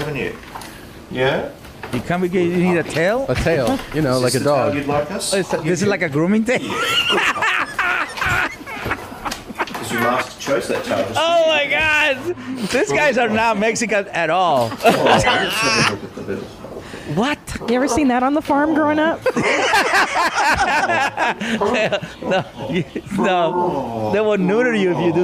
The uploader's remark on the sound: Live Podcast